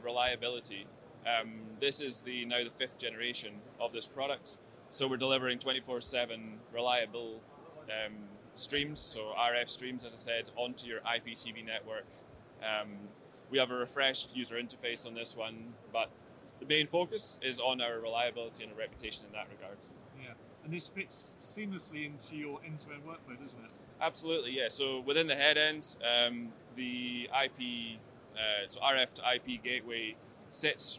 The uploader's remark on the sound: At ISE 2023 we are joined